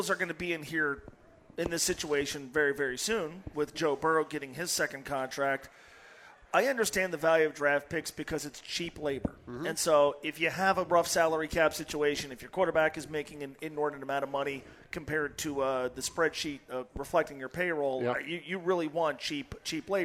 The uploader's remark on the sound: live from Twin Peaks in West Chester